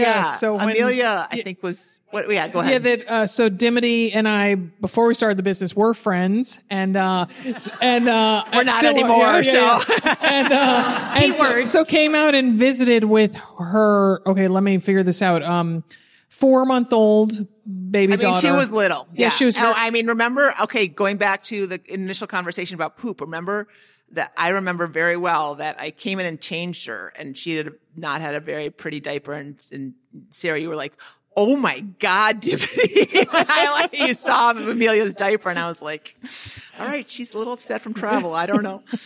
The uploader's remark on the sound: Live from the Portland Retreat! In front of a live audience at the Portland Retreat.